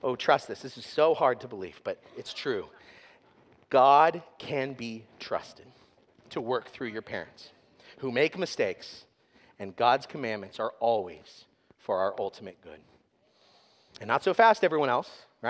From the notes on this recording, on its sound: sermon was preached at Covenant Fellowship Church on December 31, 2023.